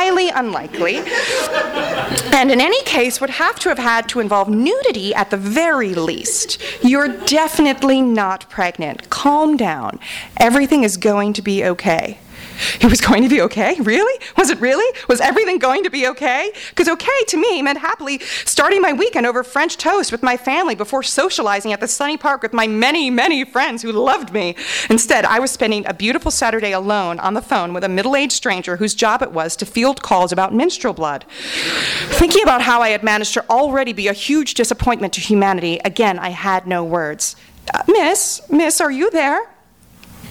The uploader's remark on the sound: THIS EVENT WAS RECORDED LIVE AT SKYLIGHT BOOKS ON MAY 9, 2013.